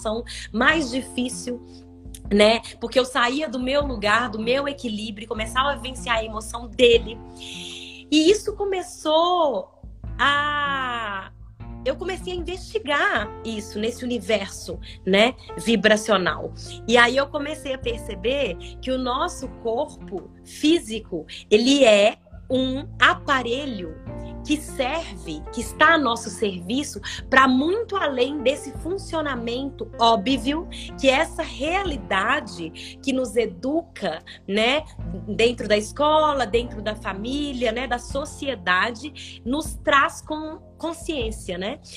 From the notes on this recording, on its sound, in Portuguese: Esse é um recorte de uma linda live que fiz